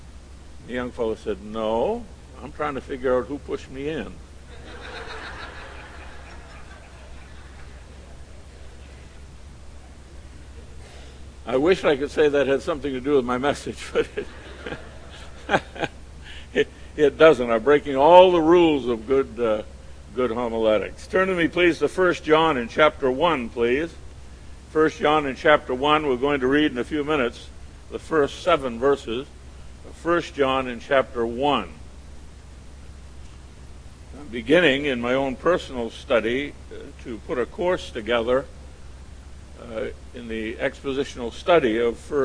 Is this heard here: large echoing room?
yes